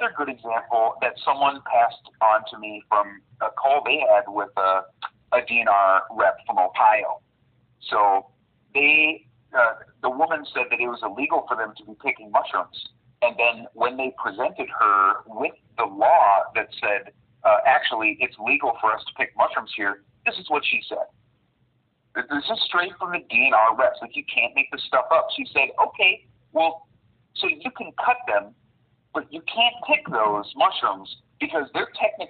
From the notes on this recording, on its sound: In this episode we have a phone call with forager, chef, and author